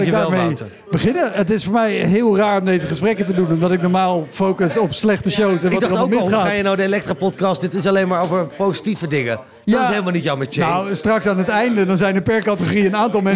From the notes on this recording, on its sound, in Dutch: Deze aflevering is namelijk opgenomen tijdens de uitreiking van de VSCD cabaretprijzen. Dat zijn de grootste cabaretprijzen in Nederland.